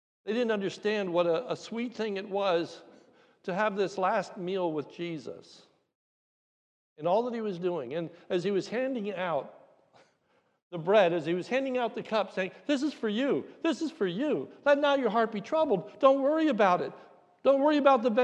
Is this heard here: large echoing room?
yes